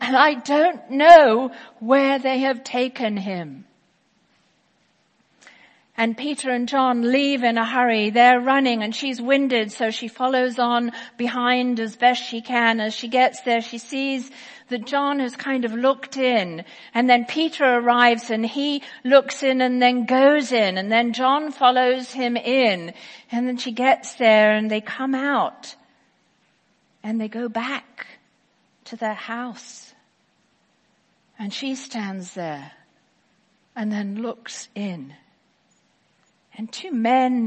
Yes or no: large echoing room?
yes